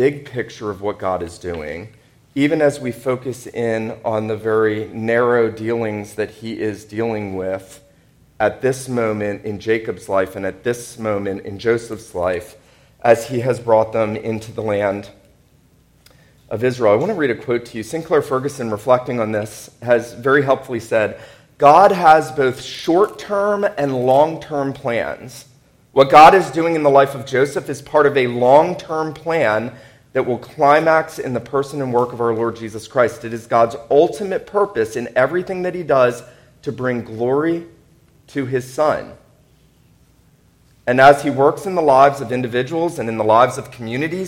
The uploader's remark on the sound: This sermon was preached at Wayside PCA on Signal Mountain, TN.